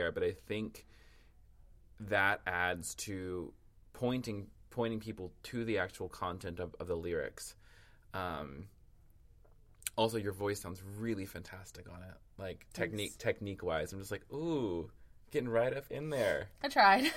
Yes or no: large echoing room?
no